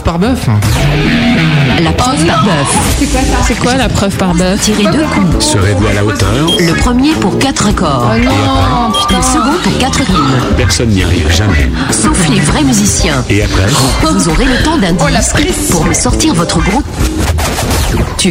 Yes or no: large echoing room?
no